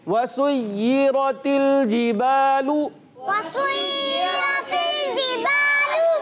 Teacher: अलिफ मद्दा है, इसको एक अलिफ खींच कर अदा करेंगे